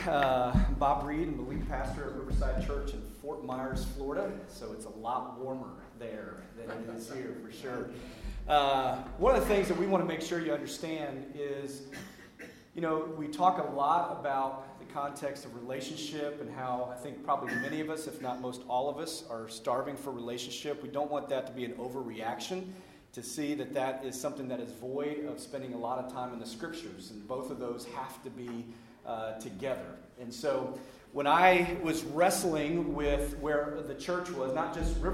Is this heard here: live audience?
yes